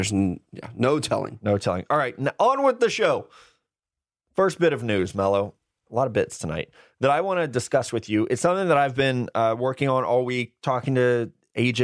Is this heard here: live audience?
no